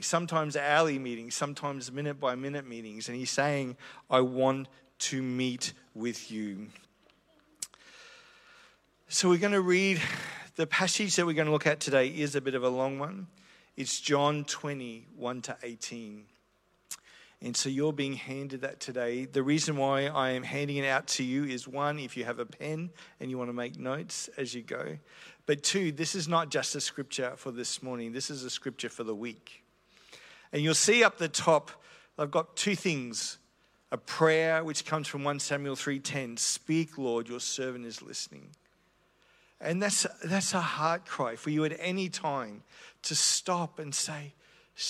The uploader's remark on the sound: This is a recording I did about a year ago at The Christian Church in Brisbane.